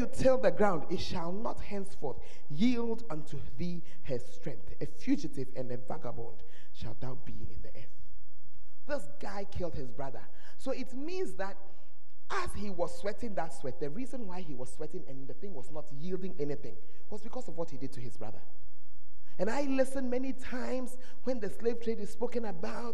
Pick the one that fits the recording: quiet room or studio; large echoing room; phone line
large echoing room